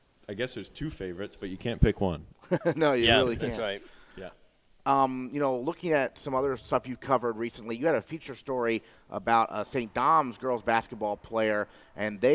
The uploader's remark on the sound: broadcast live from Gridiron Restaurant